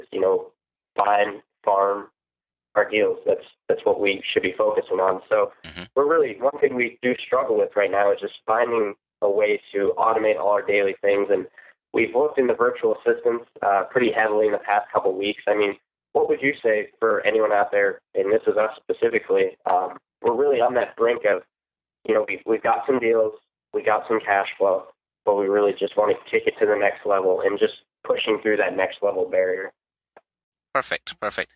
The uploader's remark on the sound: received a phone call from two podcast listeners